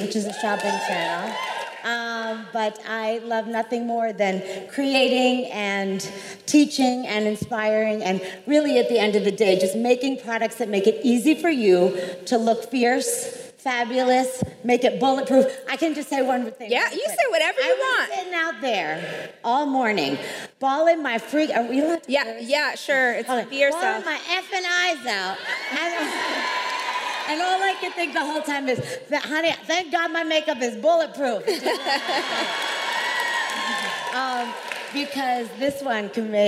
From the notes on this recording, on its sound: How She Built This LIVE! at RISE Minneapolis. Sit in on one of our AMAZING panels from RISE Minneapolis.